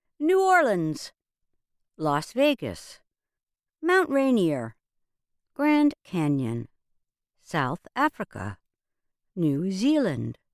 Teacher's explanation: Proper nouns that are more than one word are considered compound nouns, and they usually carry the stress at the start of the second word.